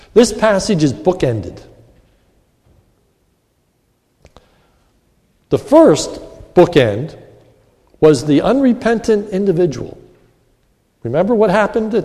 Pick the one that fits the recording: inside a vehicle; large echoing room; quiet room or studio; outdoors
large echoing room